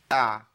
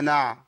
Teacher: بسكن الحرف واجيب قبليه همزه، اقول ايه اع، ما تزيدش عن كده.